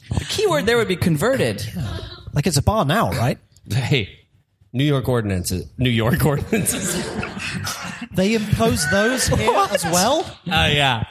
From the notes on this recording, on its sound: Live from London Town, The MEAT performs a live show upstairs at the Horse & Stables pub with the London improv collective C3Something.